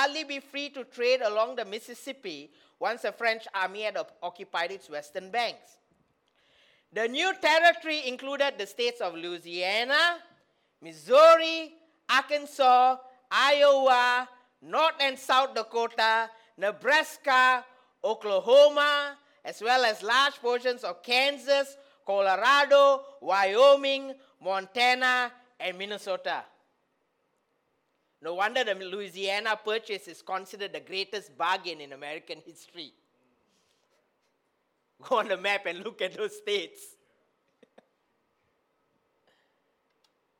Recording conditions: large echoing room